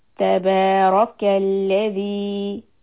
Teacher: This is مد طبيعي. ذال كسرة followed by letter Ya. Two counts.